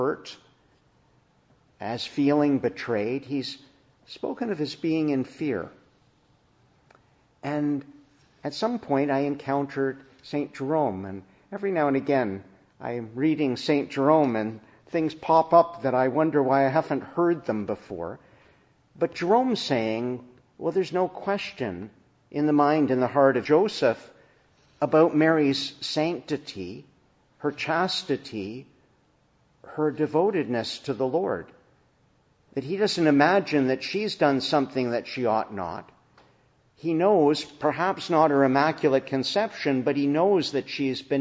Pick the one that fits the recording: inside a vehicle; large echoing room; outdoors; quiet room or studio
large echoing room